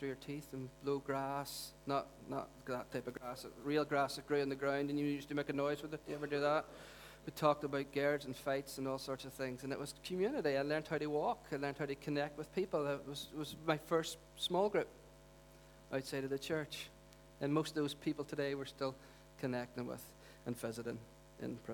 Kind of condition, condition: setting, large echoing room